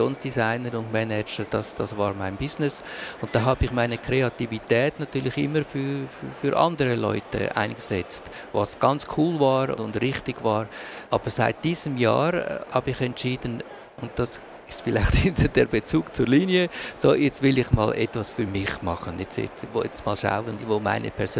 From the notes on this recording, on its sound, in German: Von der Swiss Art Expo in Zürich. Wir haben die Gespräche im September live aufgezeichnet.